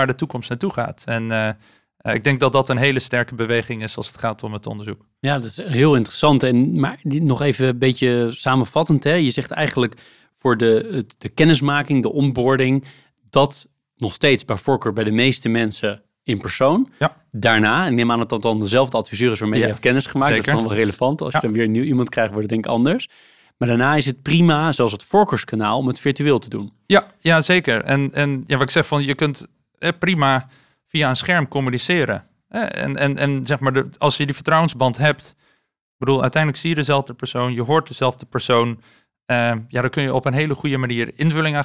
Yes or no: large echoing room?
no